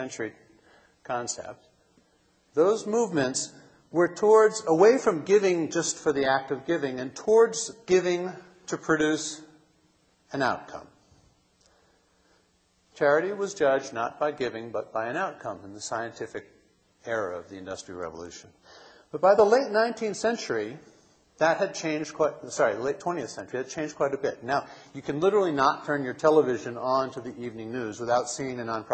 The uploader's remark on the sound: keynote address from the 2007 Conference for Nonprofits